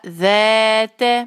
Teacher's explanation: تو یہاں پہ بھی مد تبعی ہے دو حرکہ، ذ تا کو آپ نے ایک حرکہ رکھنا ہے اور اس کو دو نہیں کرنا. تو یہ ہوگا ذات.